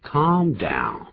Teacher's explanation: 那个 L 不发音，可不要念 calm，念 calm 或是 calm，都不要舌头卷起来，那个 L 就当作没有见到一样